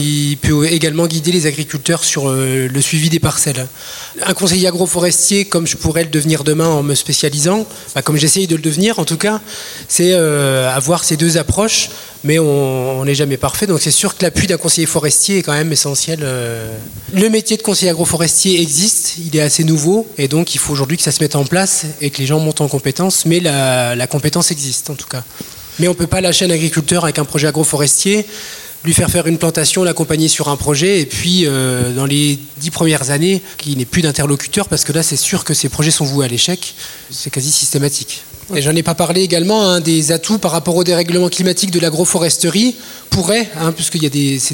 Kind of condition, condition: setting, live audience